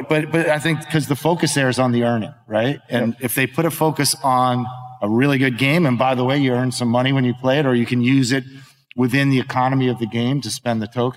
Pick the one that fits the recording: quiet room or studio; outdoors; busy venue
busy venue